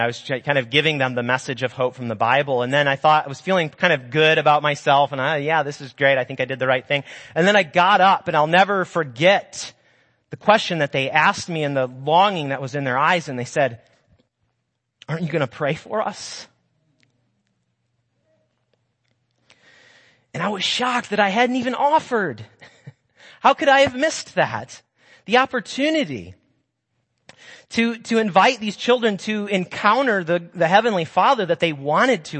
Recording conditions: large echoing room